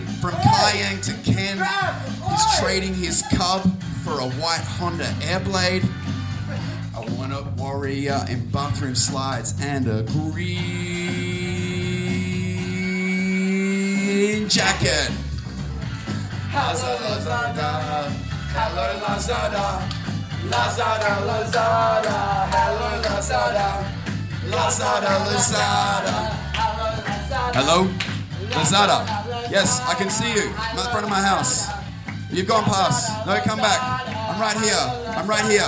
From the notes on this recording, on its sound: One Night In Saigon. Full Show Live.